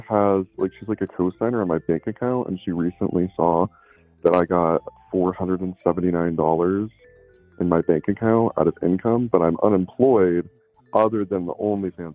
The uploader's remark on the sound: Every call in this episode lasts only 1 minute.